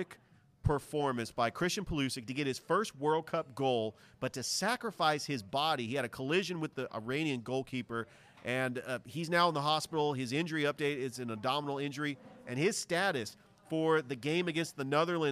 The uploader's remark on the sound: Live at Ivy Park Sports Bar and Grill